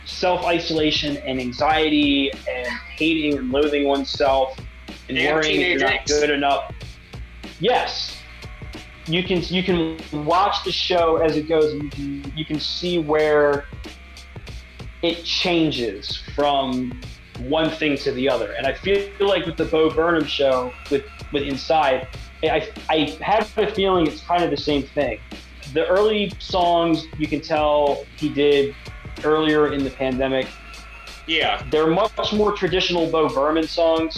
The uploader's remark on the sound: Apologies for the audio quality. This was recorded over Zoom.